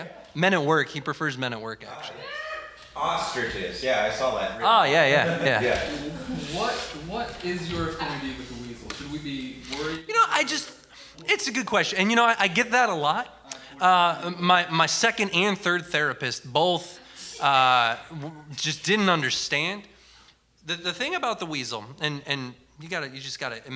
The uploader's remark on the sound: The Midwest Examiner LIVE! Presented by GoProv at The Art House in Goshen, Indiana USA. This is the first performance of The Midwest Examiner in front of a live audience!